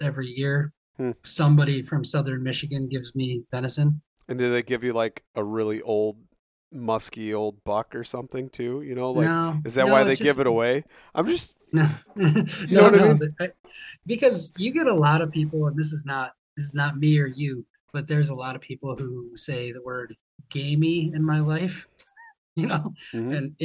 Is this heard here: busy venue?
no